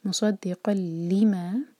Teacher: قاف کی تنوین کے بعد لام، ادغام بغیر غنہ کا. مصدقا لما، اگین دو لیٹر والا ورڈ، دو سلبل والا ورڈ، لما، لی پر زور.